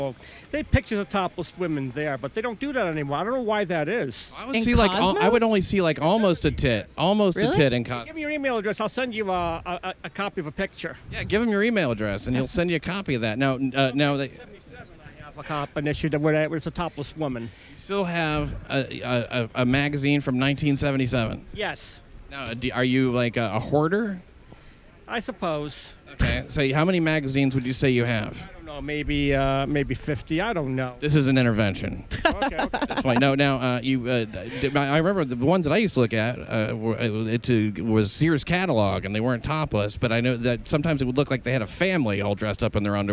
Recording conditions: busy venue